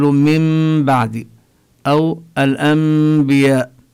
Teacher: تقلب النون ميما مخفاة بغنة عند الباء · Term: الإقلاب